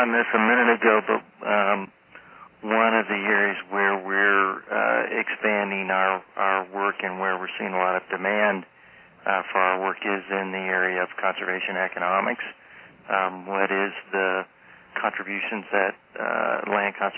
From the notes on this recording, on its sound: Call recorded on March 10, 2011.